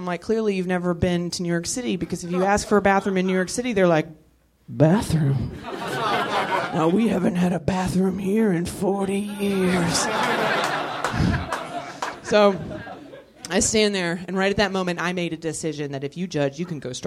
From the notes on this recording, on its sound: Live from the NerdMelt Showroom, it's the third Nerdist Podcast Stand Up Cluster.